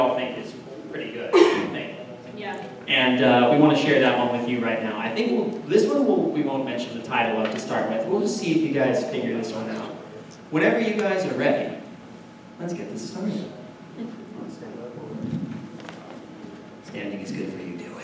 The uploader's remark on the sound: LIVE at Midsummer Scream 2017